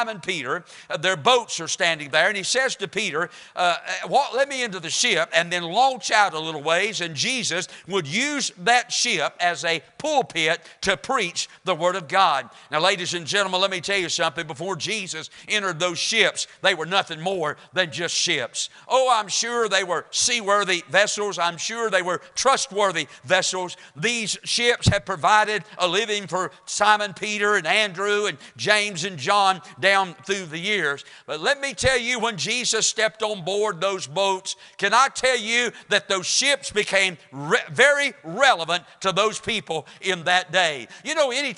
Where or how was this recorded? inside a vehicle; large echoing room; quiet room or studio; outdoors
large echoing room